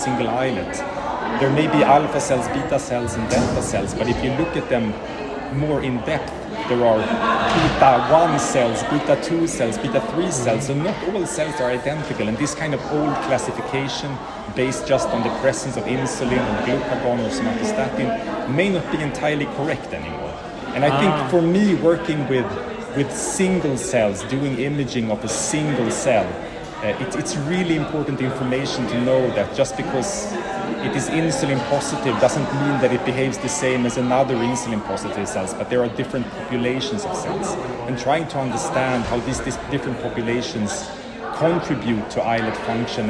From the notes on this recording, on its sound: recorded during Day 3 of Islet Study Group 2023